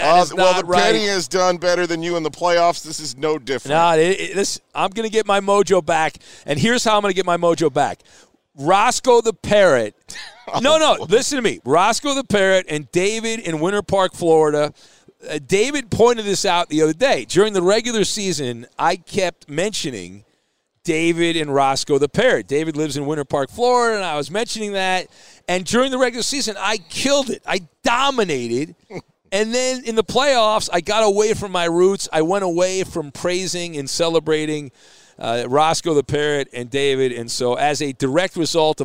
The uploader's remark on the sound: live from Super Bowl 57!